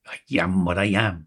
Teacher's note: with a yod between I and am